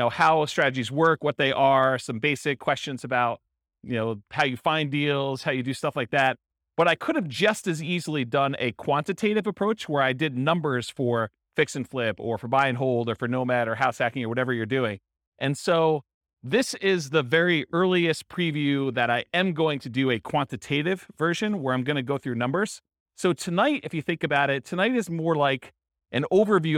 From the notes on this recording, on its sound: In Plano, Texas. This was a live class recorded to give investors a solid qualitative overview of all the different real estate investing strategies. Live in-person version.